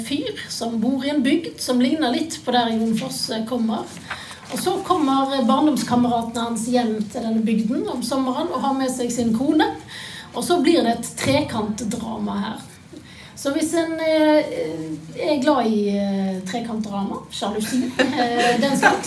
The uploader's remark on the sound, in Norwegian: et live-opptak av samtalen